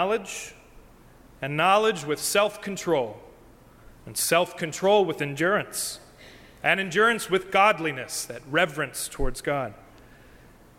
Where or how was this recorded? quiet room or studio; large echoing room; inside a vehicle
large echoing room